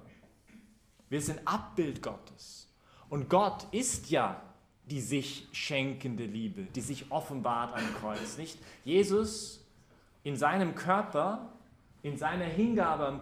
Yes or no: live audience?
yes